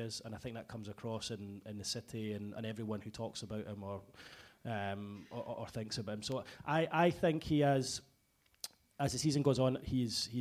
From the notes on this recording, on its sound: in front of a live audience.